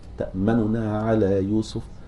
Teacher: فتأتي بالاختلاس اللي هو النطق بثلثي الحركة، أحيانا يعني يسمونه الروم هنا لكن يقصدون به الاختلاس.